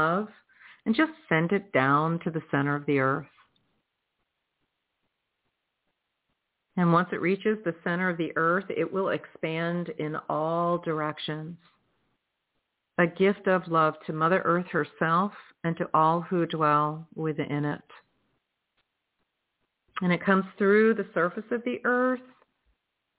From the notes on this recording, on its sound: in response to callers' questions